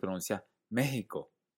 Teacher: Hay gente que pronuncia México con una H aspirada, sobre todo en las costas de Latinoamérica.